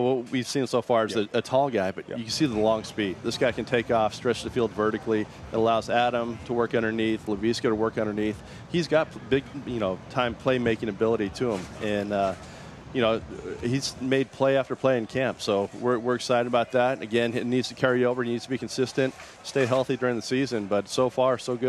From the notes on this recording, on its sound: Live from Spartanburg Panthers Training Camp.